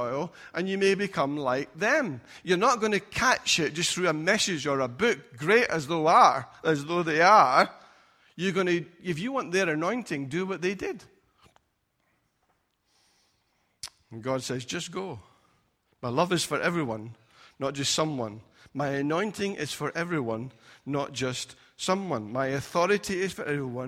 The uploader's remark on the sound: Recorded at freedomcentre church, Preston